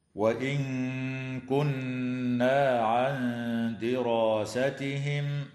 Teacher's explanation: وتخفى مع الغنة مرققة عند الكاف والدال